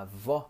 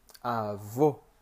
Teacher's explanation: Você percebe que com o acento agudo, a avó, eu abro a boca e falo para fora. E quando eu uso o acento circunflexo, avô, eu falo mais para dentro.